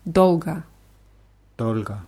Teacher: Dolga wird mit zwei O's geschrieben, in der Mitte und am Ende. Und das letzte O wird eher wie A ausgesprochen.